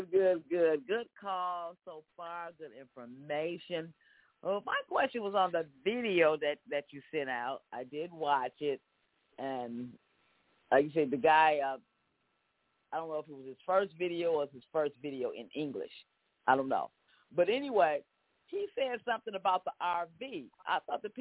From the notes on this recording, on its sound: TNTSuperfantastic Conference Call